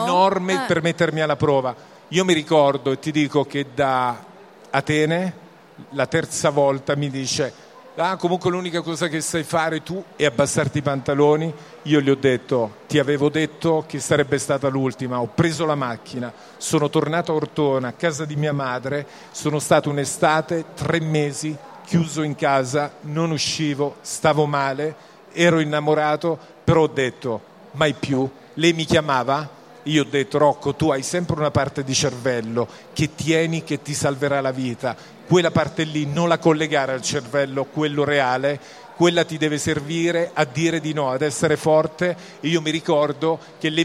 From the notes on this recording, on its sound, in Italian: In diretta dal Salone del Libro di Torino